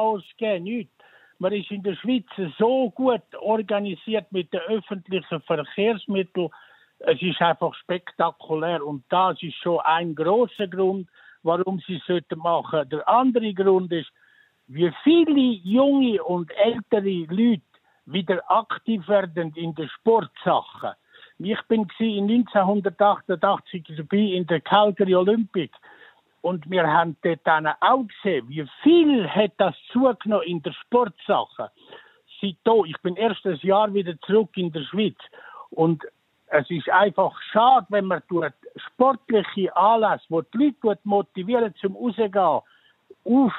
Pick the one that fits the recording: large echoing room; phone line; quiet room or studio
phone line